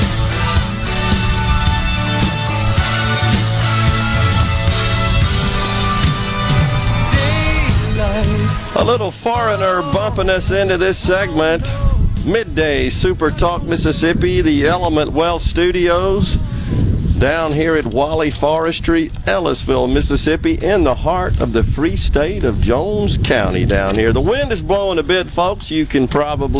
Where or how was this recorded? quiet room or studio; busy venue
busy venue